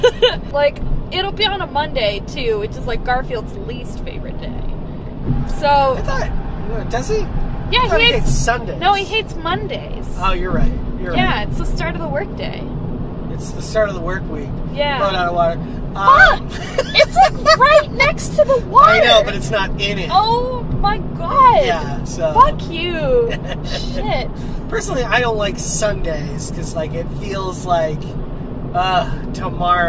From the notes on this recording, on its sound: Sometimes, it’s just kinda hard to talk in the car. Roadtrip!